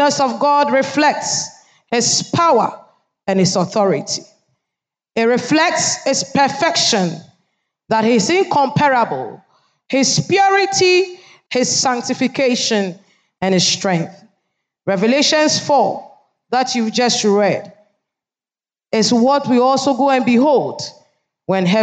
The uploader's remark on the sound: Sermon preached at CBC, Adabraka Campus